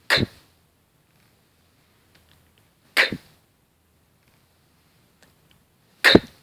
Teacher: Während Sie das K üben, werden Sie bemerken, dass das K direkt hinten aus dem Hals entsteht.